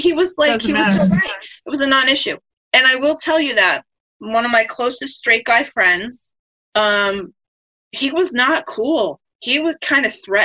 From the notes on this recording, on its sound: A zoom chat with the sisters to catch up on how the quarantine is going.